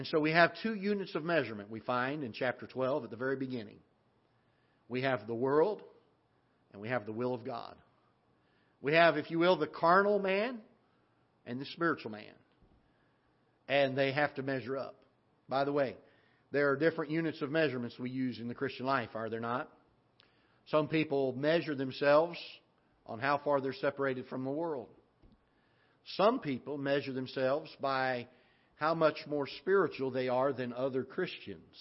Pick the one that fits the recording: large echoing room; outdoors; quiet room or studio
large echoing room